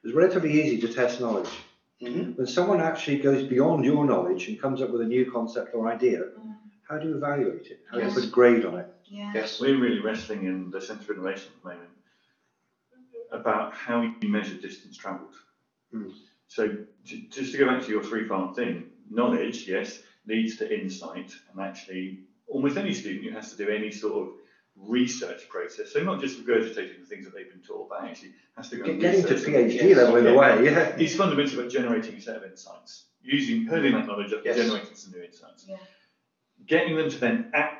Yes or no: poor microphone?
yes